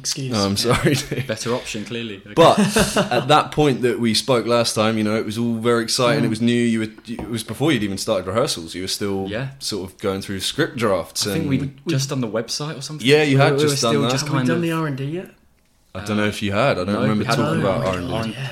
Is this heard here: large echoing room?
no